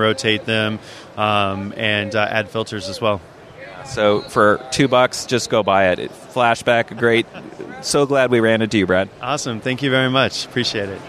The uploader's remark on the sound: A special episode of the Maccast with the third day of interviews from the expo floor at Macworld/iWorld 2014.